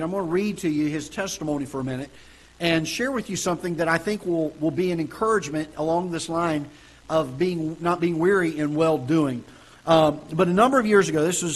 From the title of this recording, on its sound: Ketha Heights Baptist Church ~ Live Broadcast